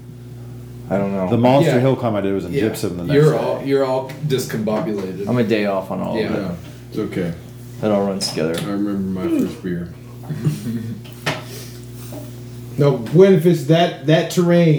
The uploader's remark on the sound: Here’s a sit down from the Elk Mountain Cabins over a bottle of Bourbon. Bare with us as I did not have enough microphones to individually mic each person and we were in a kitchen. Everything that should be audible is, and some things that shouldn’t.